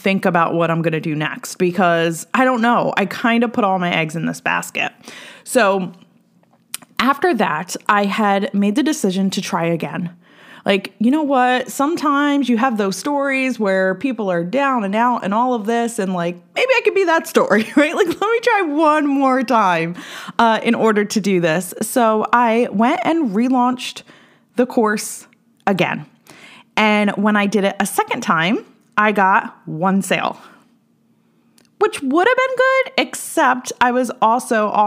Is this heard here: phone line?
no